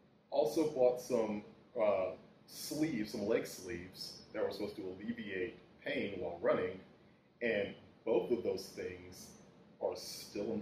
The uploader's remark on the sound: All of which was done under the watchful eye of our podcast overlord, the air conditioner! Apologies in advance for the audio. The podcast gods were unkind.